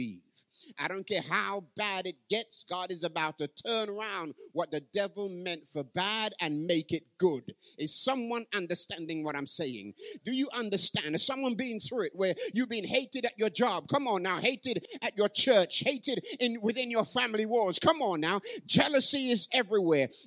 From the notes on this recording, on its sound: Live from Parkside Community SDA Church 2023.